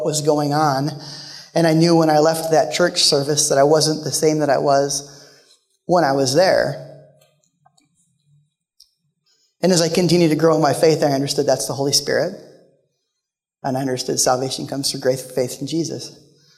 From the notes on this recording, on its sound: Live from The Summit Church in Dover, OH